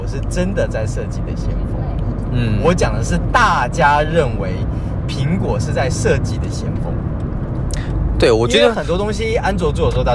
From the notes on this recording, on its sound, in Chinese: 我們把整個錄音室搬到了車上，在行車的路上